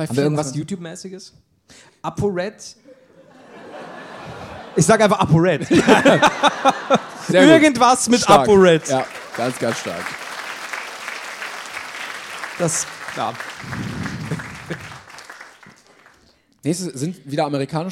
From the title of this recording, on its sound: LIVE in Berlin